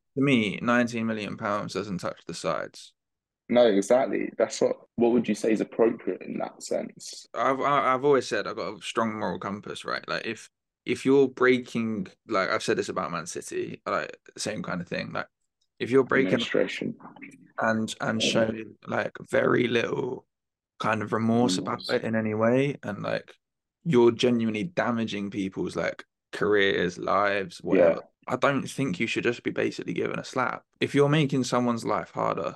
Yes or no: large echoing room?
no